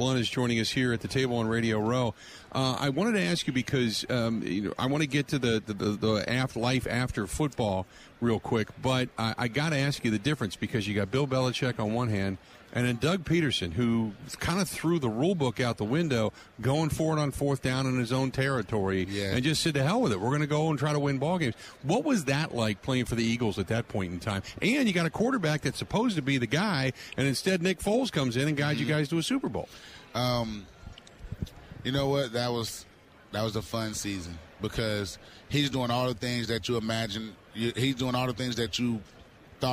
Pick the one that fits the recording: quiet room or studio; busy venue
busy venue